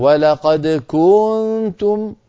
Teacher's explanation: بعض إخواننا مثلا بيقول لك ولقد كنتم، هذا التطويل في ضمة الكاف يحول الضمة إلى شبه واو أو إلى واو، فهذا لا يصح وقد نهى الأئمة عنه.